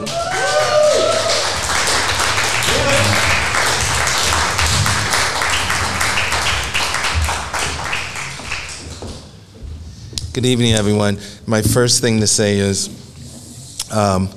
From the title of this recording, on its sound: live at The Philadelphia Ethical Society